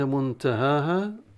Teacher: منتهاها مخفاة النون عند التاء مع مدين ها ها، منتهاها مع الترقيق